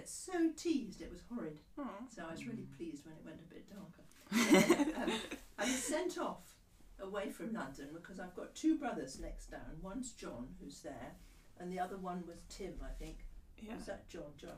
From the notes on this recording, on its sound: She does talk very quietly. We’ll get the sound right eventually.